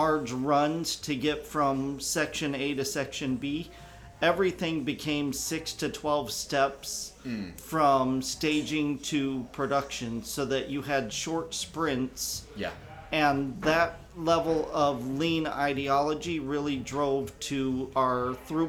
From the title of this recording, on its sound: LIVE From Kem Krest’s 2023 Leadership Retreat